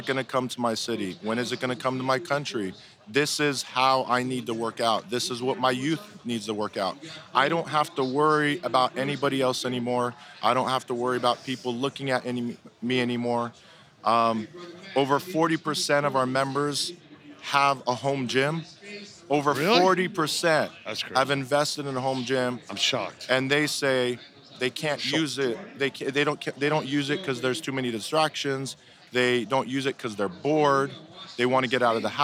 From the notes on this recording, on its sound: Live from the floor of the March 2023 IHRSA Trade Show in San Diego